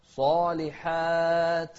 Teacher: الصاد مفخمة والحاء بعدها ألف كلها أيضا مرققة